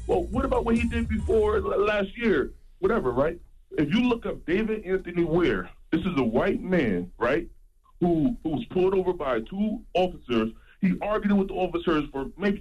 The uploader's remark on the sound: Today on the show we opened up the phone lines to see if any of our listeners agree.